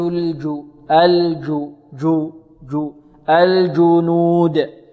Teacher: إذن الجيم العربية ينحبس عندها الصوت